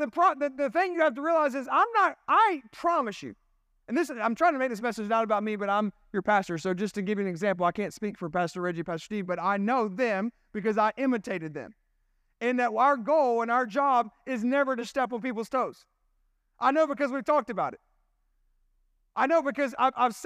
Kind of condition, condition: setting, large echoing room